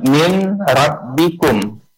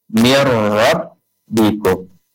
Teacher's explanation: Nunnya udah gak nampak lagi, langsung huruf ra yang depannya. · Shown in: second take